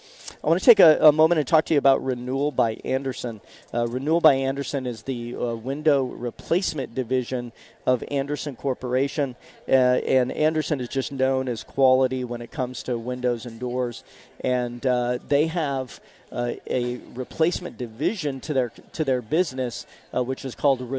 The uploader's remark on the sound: live this week from the First Alert Hurricane Expo